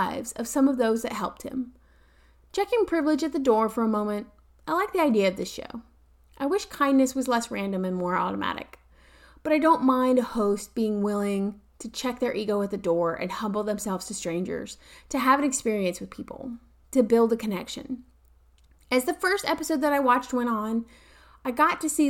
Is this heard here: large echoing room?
no